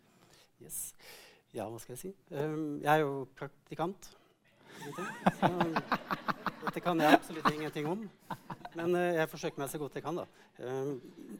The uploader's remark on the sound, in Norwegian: live på Merkevaredagen 2022